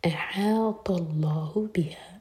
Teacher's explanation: احاط اللہ حمزہ light حا light اور حا حلق سے الطا ہیوی اور آگے لام جلالہ ہیوی